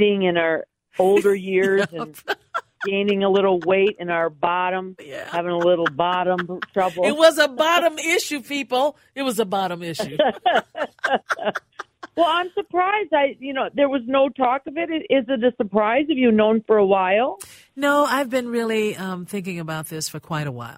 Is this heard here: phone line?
yes